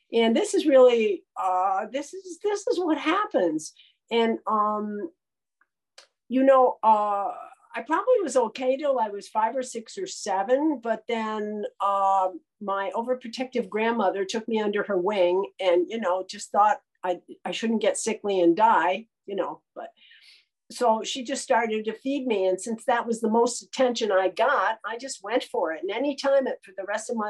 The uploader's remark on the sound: This audio talk by a member of GreySheeters Anonymous, a 12-Step program for food addicts. Spoke on the Sunlight of the Spirit Zoom meeting.